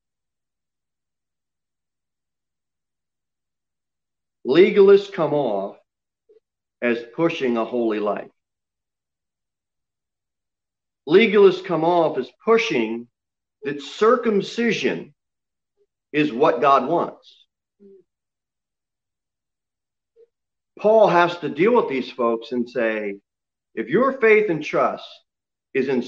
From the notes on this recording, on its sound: Sermon preached at Pilgrim Baptist Church on Sunday, February 28, 2021 at 6:15 pm. Cookeville, TN 38501.